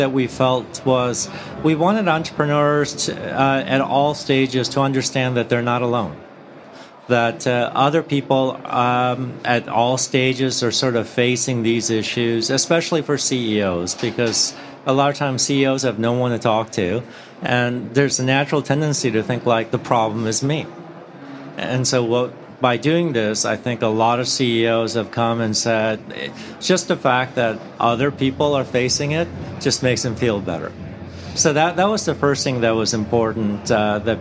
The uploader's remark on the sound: recording live at the Podcast Studio at SaaStock18